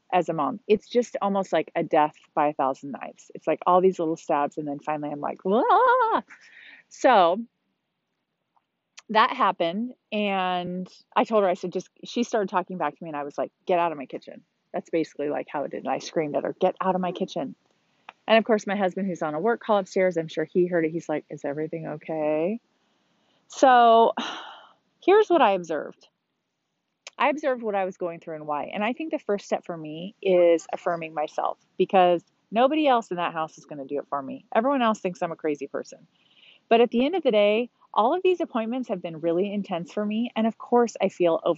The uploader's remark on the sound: comes to you from the sand on Huntington Beach